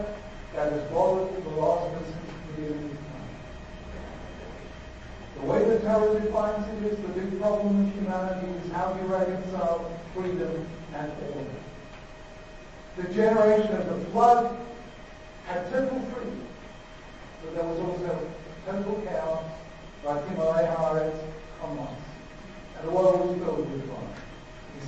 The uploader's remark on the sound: delivered at Yeshiva University